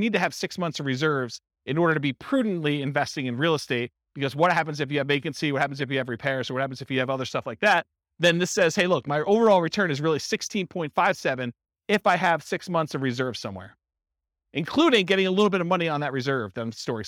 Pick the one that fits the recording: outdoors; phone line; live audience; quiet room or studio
live audience